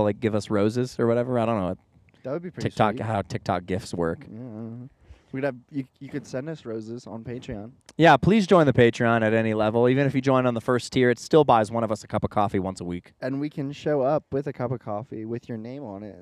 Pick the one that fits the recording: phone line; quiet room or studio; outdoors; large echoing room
outdoors